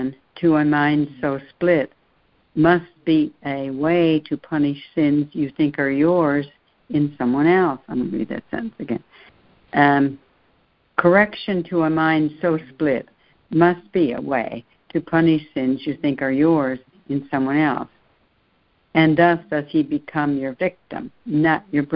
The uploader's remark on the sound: ACIM Daily Conference Call